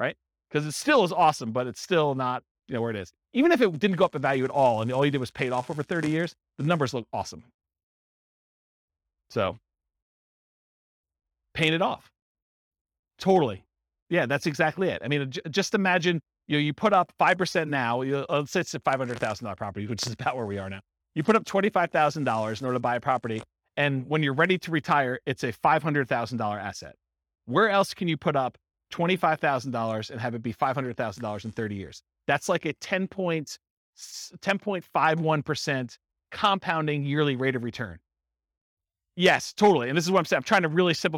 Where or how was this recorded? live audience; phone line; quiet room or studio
live audience